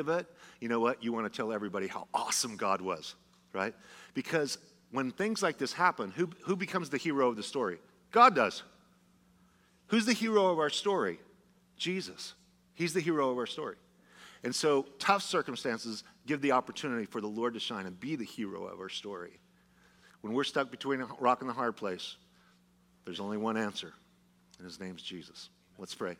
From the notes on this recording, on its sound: Was a sermon delivered as part of the Anchored Series at Godspeak Calvary Chapel in Newbury Park, California on March 5, 2023.